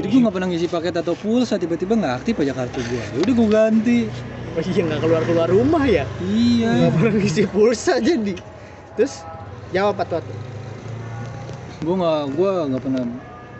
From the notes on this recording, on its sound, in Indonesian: Mohon maaf kualitas audionya kurang bagus, karena rekamannya di lintasan balapan motor 2tak